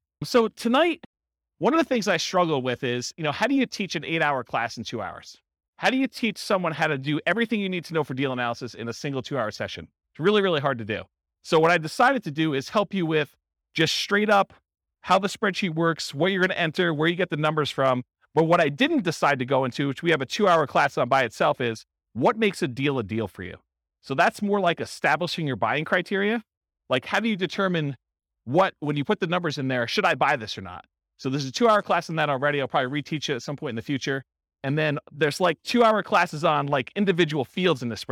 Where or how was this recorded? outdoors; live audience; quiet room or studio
live audience